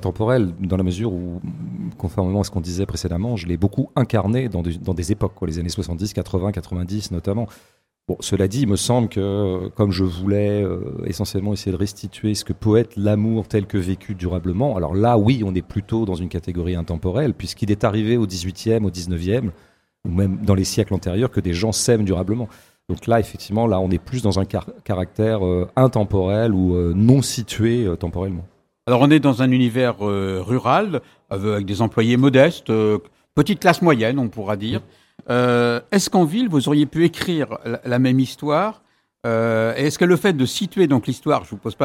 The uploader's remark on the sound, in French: Plateau en direct sur le stand de la FRAMA : Fédération Régionale des Radios Associatives Maine Anjou.